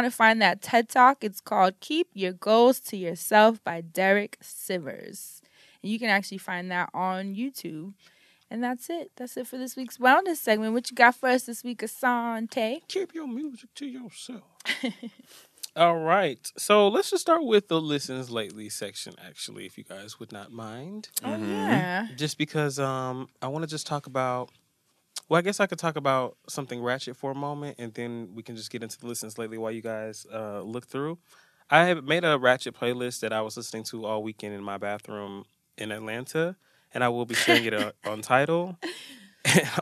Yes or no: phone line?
no